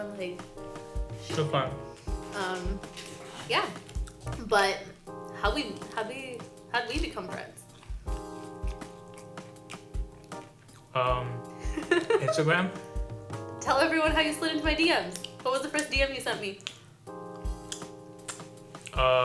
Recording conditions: background noise